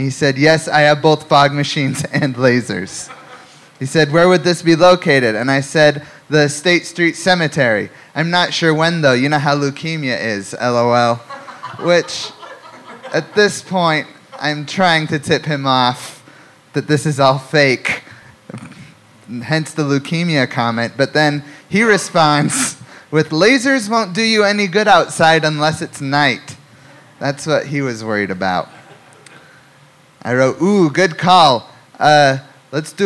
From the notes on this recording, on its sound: Live! From Salt Lake City Golden Spike Comedy Festival. Took freedom on the road to the first annual Golden Spike Comedy Festival in Salt Lake City, Utah, where they were met with warm welcome!